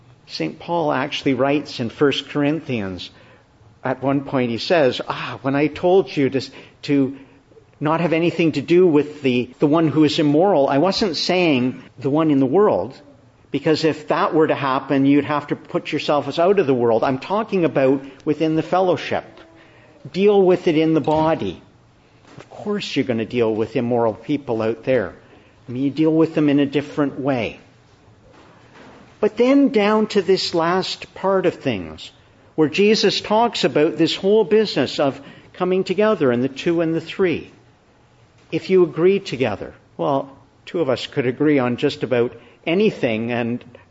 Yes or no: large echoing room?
yes